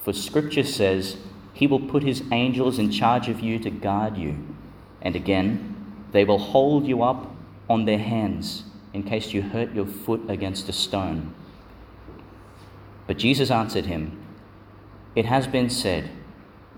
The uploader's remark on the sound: delivered in Our Lady Star of the Sea, Gladstone, and Our Lady of Mount Carmel, Mt Larcom, Qld.